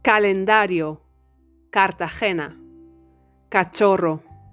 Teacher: the sound k in Spanish, as I've told you in the initial tips, doesn't have an aspiration.